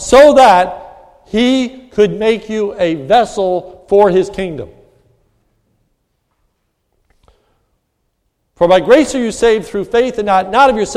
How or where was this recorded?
large echoing room